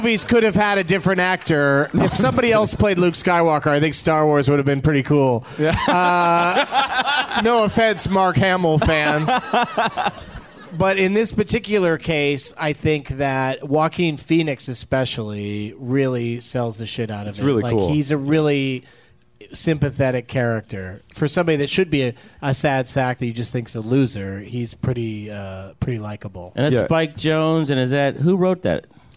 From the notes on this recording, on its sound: Live from the Punchline in Sacramento, CA